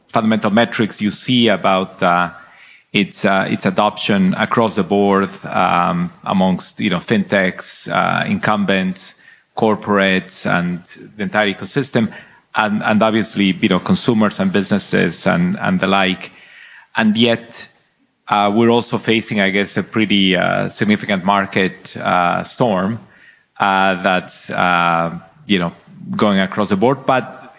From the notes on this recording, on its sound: This recording is from Fintech Nexus USA (formerly known as LendIt Fintech USA) held at the Javits Center in New York City on May 25-26, 2022.